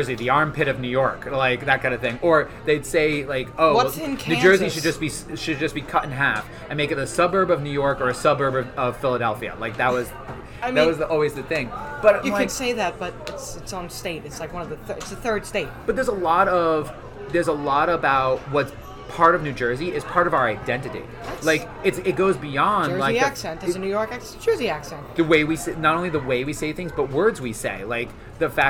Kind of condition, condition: fault, background noise